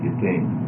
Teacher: That first nun gets assimilated.